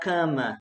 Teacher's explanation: Ou vai falar cama, mais nasal, que é a pronúncia do centro-norte do Brasil. Que também é visto como uma pronúncia histórica.